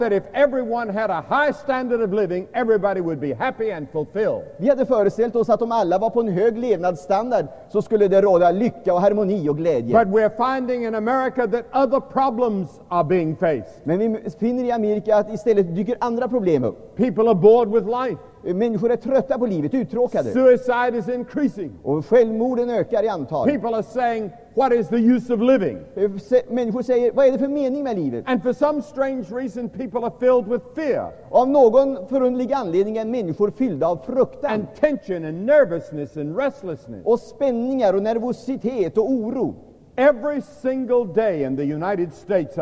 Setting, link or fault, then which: setting, large echoing room